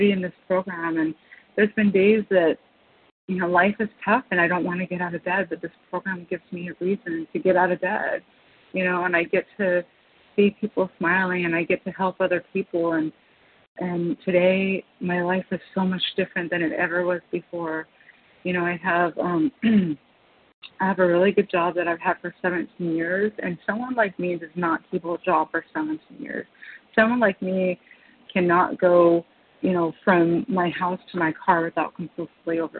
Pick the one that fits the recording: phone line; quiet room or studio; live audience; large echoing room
phone line